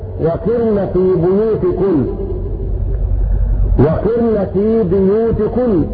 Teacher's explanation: بكسر القاف وترقيق الراء ساكنة